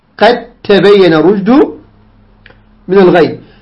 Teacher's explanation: الثاني الدال بالتاء وعكسها الدال بالتاء وعكسها نقول قد هذا دال تبين هذا تاء فالأول دال ساكن والثاني تاء متحرك والمخرج واحد الصفة مختلفة فيدغماني · Term: الإدغام المتجانس